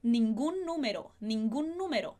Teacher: juntando num N mais comprido, mais longo